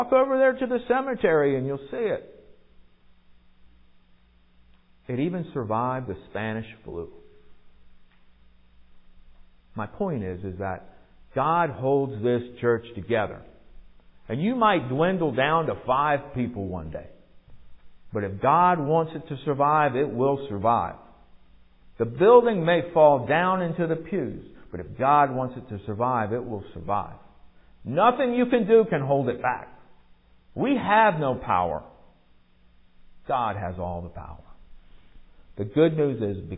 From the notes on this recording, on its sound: Recorded at MPPC on November 13, 2022, during worship.